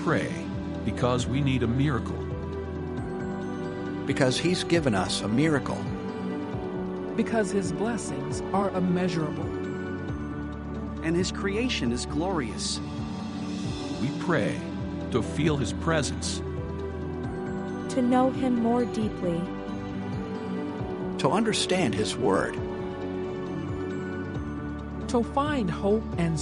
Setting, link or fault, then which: setting, large echoing room